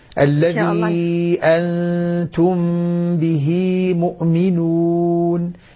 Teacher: نصف الواو بضم الفم والاعتماد على الهواء الذي بداخل الفم، تخرج الواو صافية. الذي أنتم به مؤمنون، الاعتماد على الجوف، هذه حروف جوفية هذه.